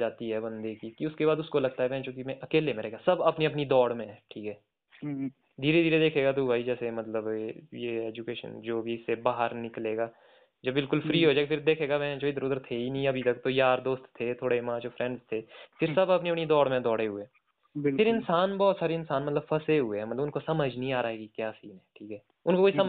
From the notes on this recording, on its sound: A phone call talk